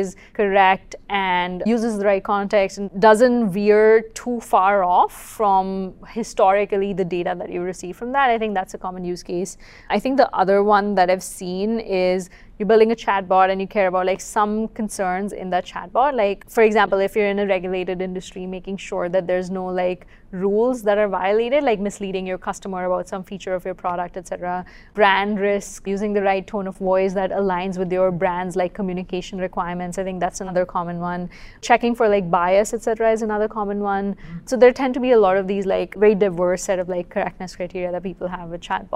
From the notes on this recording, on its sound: Live from the venue of the QCon San Francisco Conference